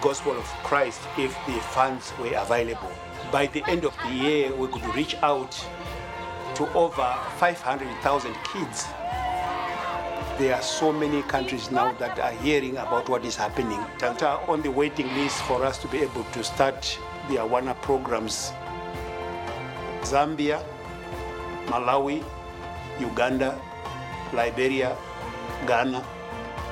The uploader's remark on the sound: Live from the 2023 Child Discipleship Forum.